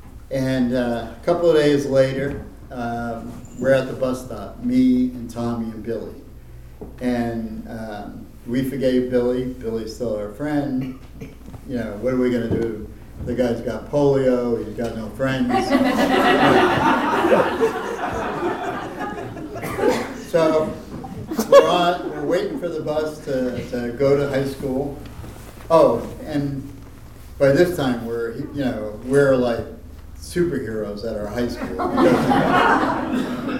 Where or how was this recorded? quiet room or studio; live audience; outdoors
live audience